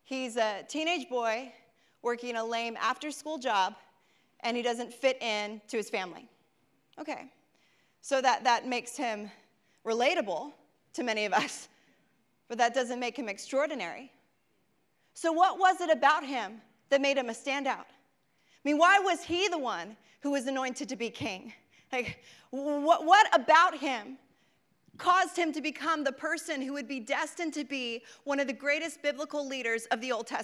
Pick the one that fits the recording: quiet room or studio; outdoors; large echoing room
large echoing room